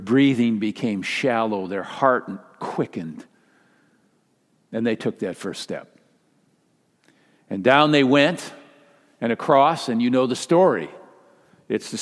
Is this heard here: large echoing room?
yes